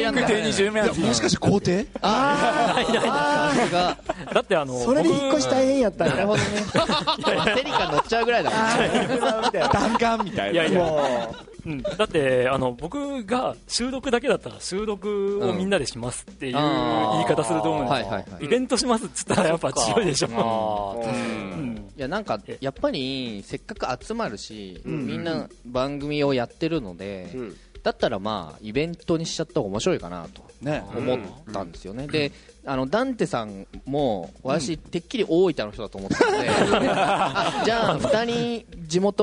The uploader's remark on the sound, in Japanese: 2012年3月24日(土)に行われましたイベントの模様をお送りします。今回は下記出演者が実際に大分県に集まり、公開収録という形でお客さんを呼んでフリートークを行いました。